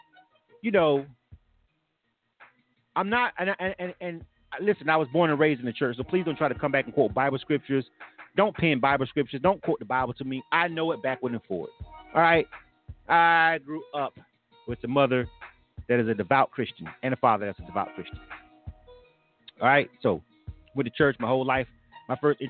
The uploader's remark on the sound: K-100 Radio returns to form with the reboot of our live talk segment "Points Of View". This live talk radio show features various subject matters, special guests and also live calls from our listening audience.